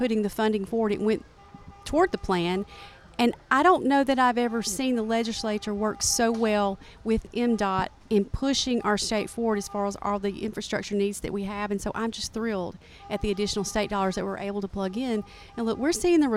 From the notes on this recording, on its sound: on location at the Neshoba County Fair